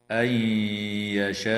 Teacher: وتدغم النون الساكنة في الياء مع الغنة في قوله تعالى أن يشاء